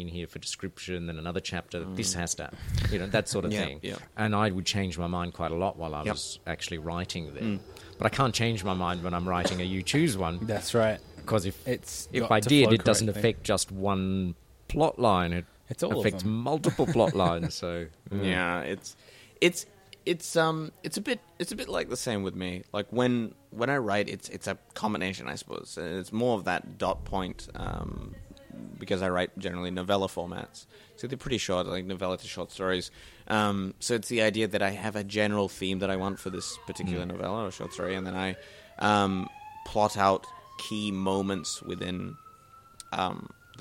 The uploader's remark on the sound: Recorded live at the Brunswick Street Bookstore.